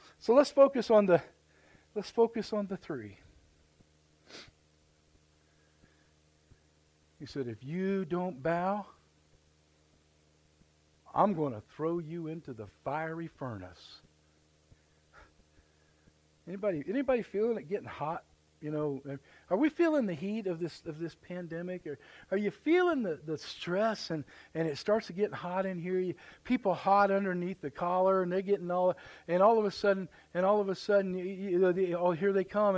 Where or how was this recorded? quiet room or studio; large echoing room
large echoing room